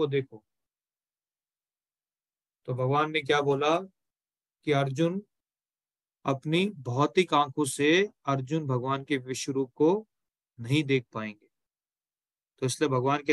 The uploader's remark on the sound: Zoom recorded session.